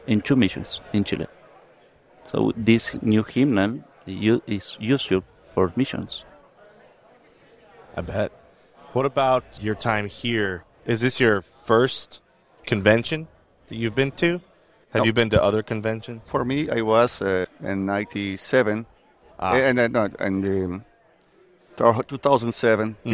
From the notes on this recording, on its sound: from the LCMS National Convention